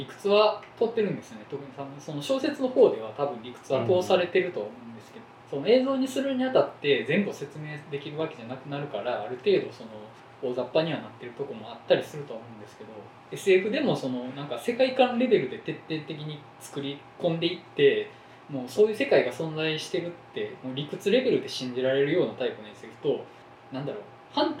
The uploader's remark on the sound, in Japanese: 収録環境の問題で音質が悪いです。